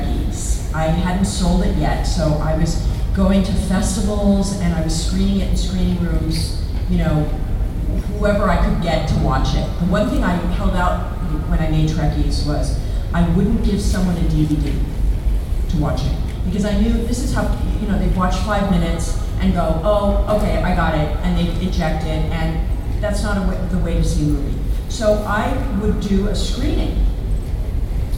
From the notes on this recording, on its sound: Panel Gulf Coast Fan Fest 2018.